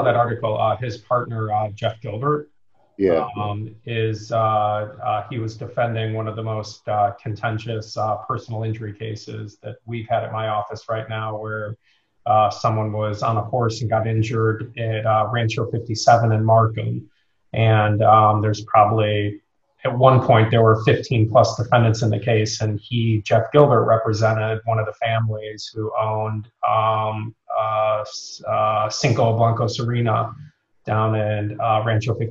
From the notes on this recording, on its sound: Today’s zoom video podcast